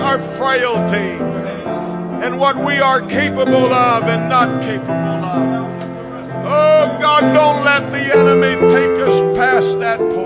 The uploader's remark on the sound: preached at FPC of Sulphur, LA